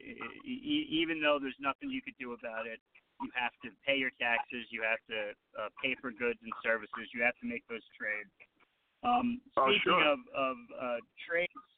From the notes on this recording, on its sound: Calls into the Bedford & Sullivan podcast. LIVE at noon ET.